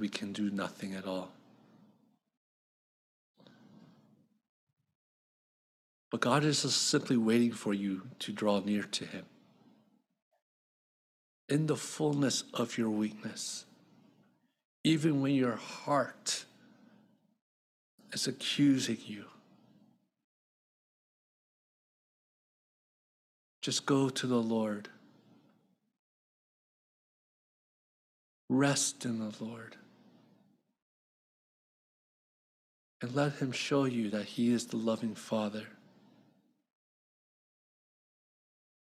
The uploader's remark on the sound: AUDIO MISSING IN BEGINNING. Christ Covenant Presbyterian Church's Sunday Sermons.